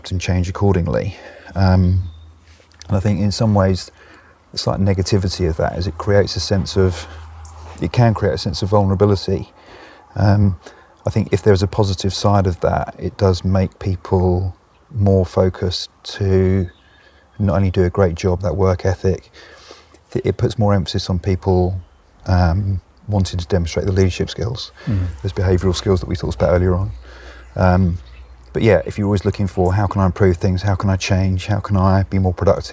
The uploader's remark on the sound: This was recorded in Autumn in my back garden, so you may hear birds and voices in the background.